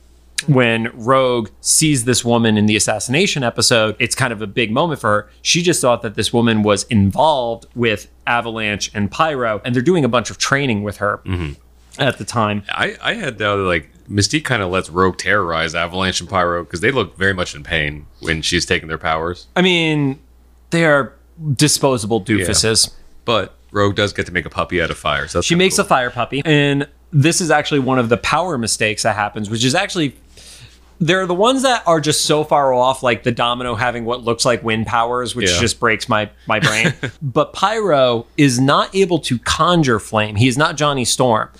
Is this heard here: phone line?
no